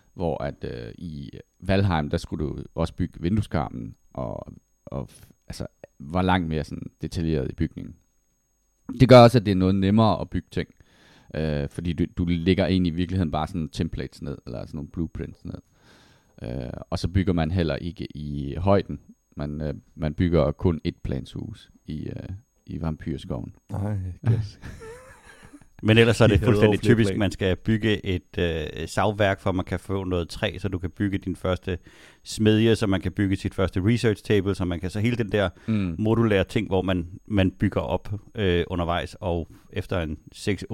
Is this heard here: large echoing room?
no